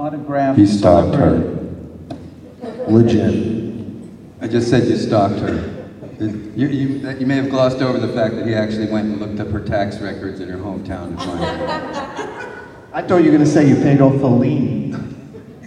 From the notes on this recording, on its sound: This video is taken from a panel the team gave Friday during Monsterpalooza 2022.